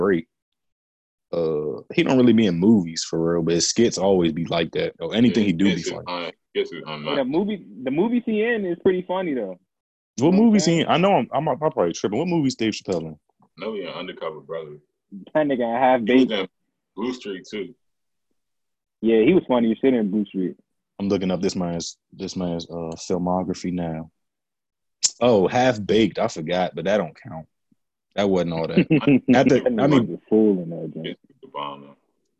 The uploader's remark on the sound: We are coming live from our own spaces thanks to Covid, but we found a way to make it work.